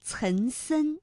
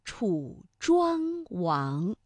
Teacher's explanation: 这是非常典型的前后鼻音的这种对比哈